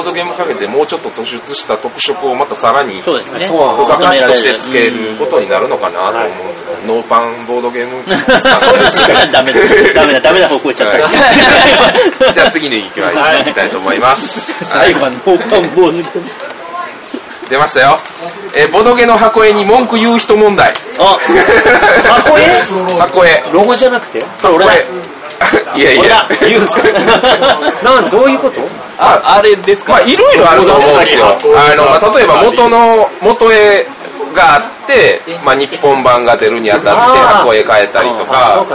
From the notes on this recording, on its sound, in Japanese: ゲームマーケット神戸2017前日会にて。お酒の勢いであれやこれや喋っちゃうよ！！